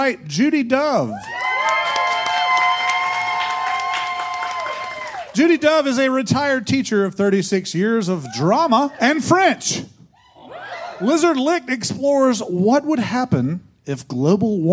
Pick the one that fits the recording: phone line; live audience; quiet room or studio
live audience